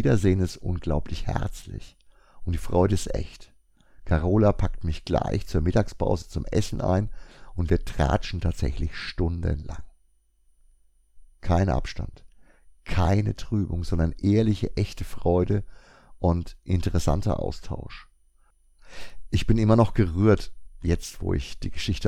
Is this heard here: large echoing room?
no